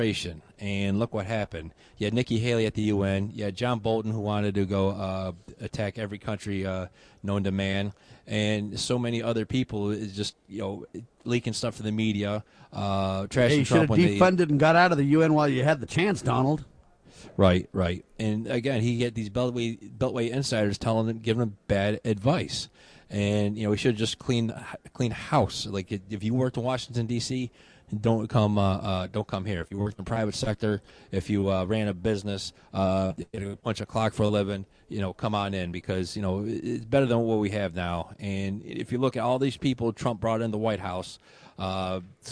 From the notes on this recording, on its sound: Live From CPAC.